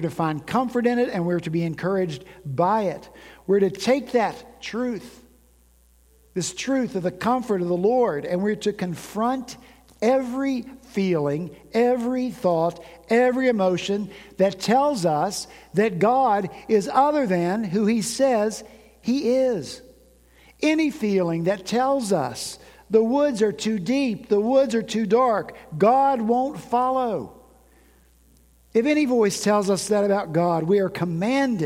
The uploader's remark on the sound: At Redeemer Presbyterian Church in Charleston, SC